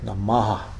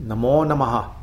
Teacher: Namo Namah, even though it's transcribed as Namah, it's pronounced, I think, more like Namaha. There's a quick A after the H.